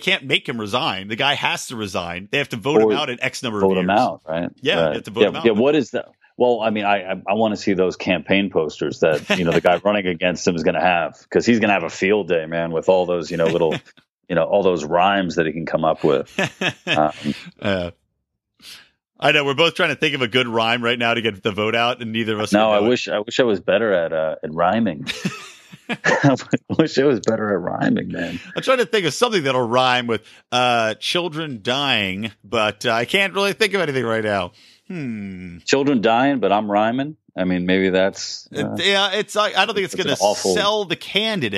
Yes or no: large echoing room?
no